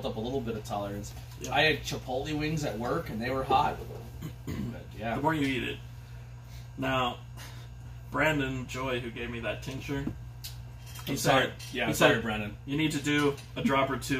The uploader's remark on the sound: This was a quick video made with my phone so sorry if the audio is not like some of our other episodes.